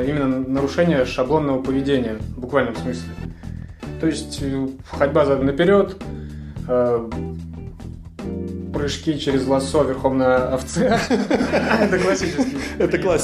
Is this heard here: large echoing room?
no